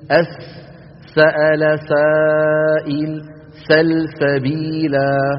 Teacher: السين والزاي من المكان نفسه، ولكن مؤخر اللسان لا يرتفع كارتفاعه في الصاد. إذن منتهى طرف اللسان مع أسفل الصفحة الداخلية كما ذكرنا ذلك في الصاد.